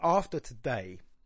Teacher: it's a trochee followed by an iamb. So it's sort of a stressed syllable with an unstressed syllable, and then it's immediately followed by an unstressed syllable with a syllable.